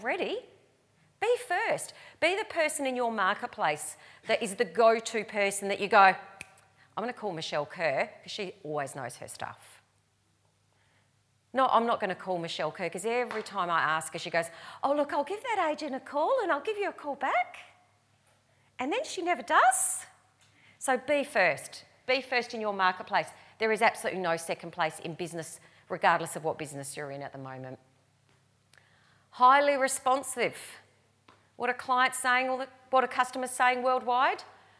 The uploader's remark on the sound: recorded live at REBar Camp 2018